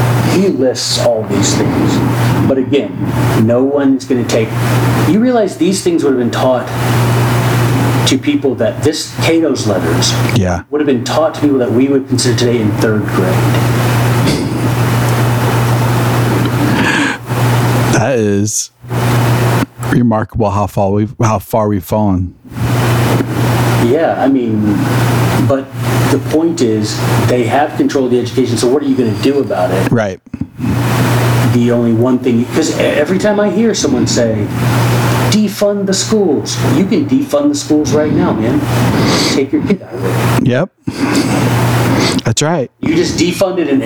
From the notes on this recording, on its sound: We had some technical difficulty. This episode would be impossible to duplicate and had incredible moments so with some magic we were able to make his voice audible.